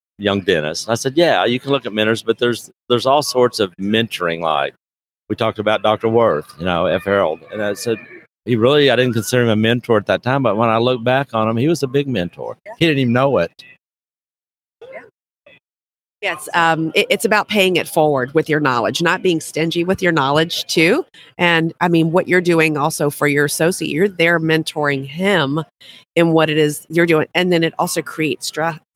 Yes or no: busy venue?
yes